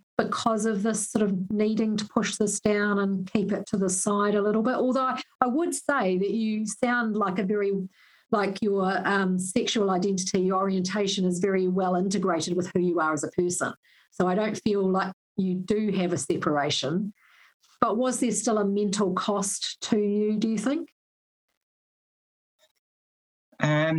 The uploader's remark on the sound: Apologies for the audio quality in this one, we had a poor internet connection